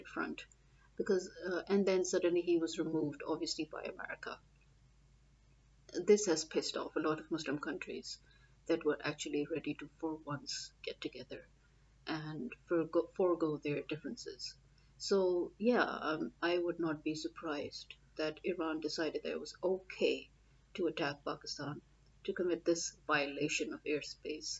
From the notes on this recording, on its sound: Ignore the background sounds, had to do a quick podcast and my normally good noise cancellation somehow wasn't working.